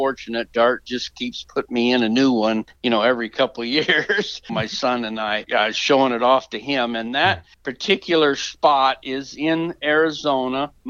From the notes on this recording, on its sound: In our phone interview